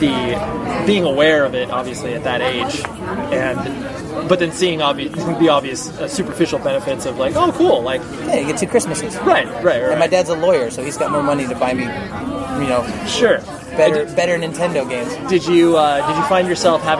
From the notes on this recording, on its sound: At a show he performed here in Southern California so please forgive the background noise that you hear.